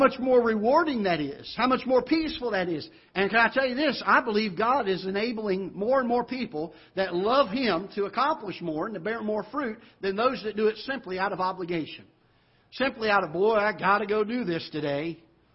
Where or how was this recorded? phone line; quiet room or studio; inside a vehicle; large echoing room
large echoing room